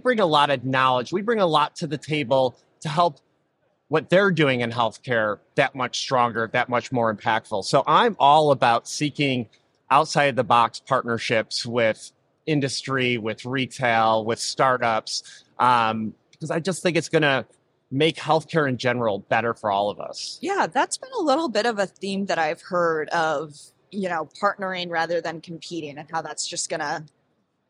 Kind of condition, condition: setting, busy venue